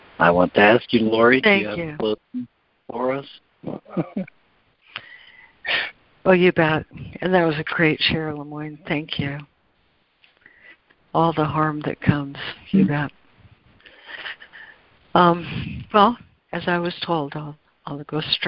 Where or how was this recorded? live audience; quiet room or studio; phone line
phone line